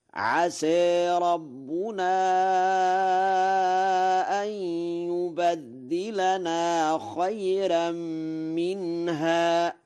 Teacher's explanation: وله الفتح والتقليل في عسى وترقيق الراء في خيرا، فيقرأ هكذا: عسى ربنا أن يبدلنا خيرا منها.